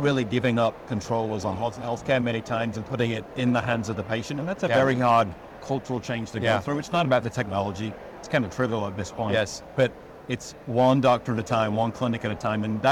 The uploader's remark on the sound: Interview in Action live from the 2023 CHIME Fall Forum